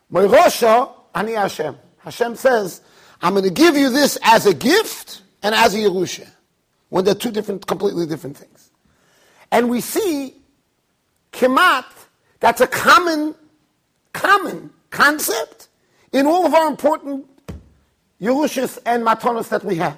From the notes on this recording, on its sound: Shiur recorded in Yeshivas Ohr Reuven, Monsey NY.